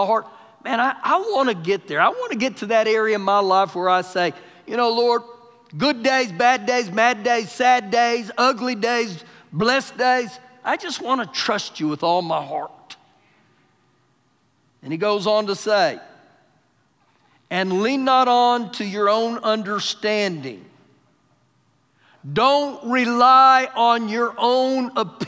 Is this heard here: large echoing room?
yes